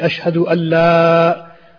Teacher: So we're not going to say ashhadu, it's going to be ashhadu. Allah, on the lam of the la, we can stretch because this is a mud